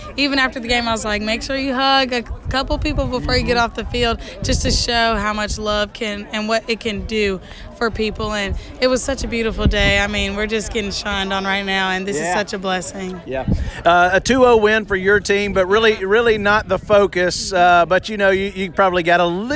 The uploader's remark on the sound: Tons of folks showed up to Houston High